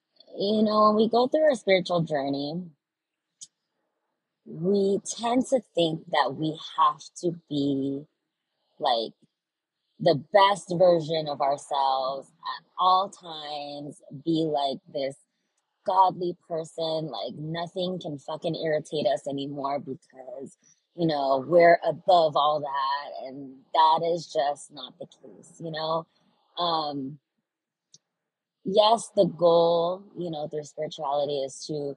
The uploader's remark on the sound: I apologize for the horrible audio quality! I felt called to record an episode while I was on a 1-hour drive.